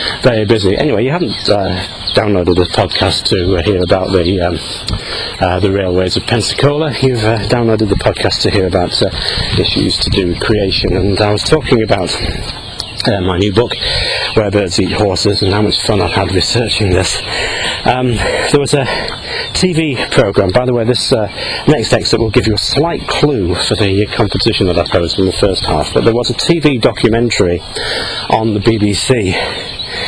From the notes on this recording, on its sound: while out walking his dog